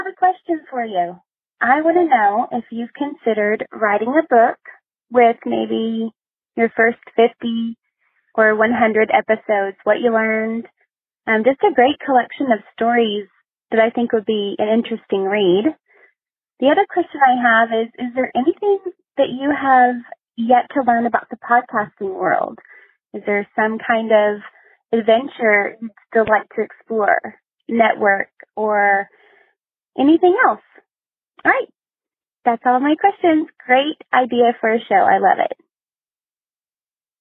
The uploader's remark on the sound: A bunch of listeners called in their questions for me, and I answered them.